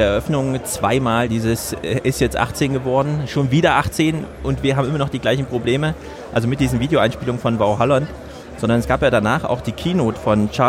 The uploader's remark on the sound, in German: Der Sendegarten ist “vor Ort” beim Chaos Communication Congress 2017 in Leipzig. Hatten wir unseren Recorder angeworfen und Gäste in den mobilen Sendegarten eingeladen.